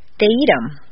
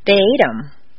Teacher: Notice that in fluent speech, the TH of them is frequently dropped